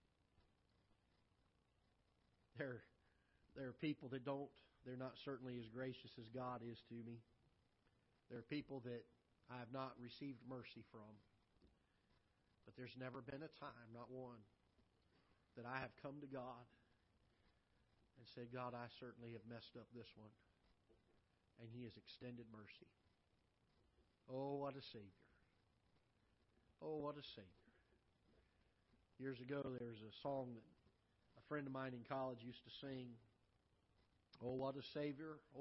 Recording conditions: large echoing room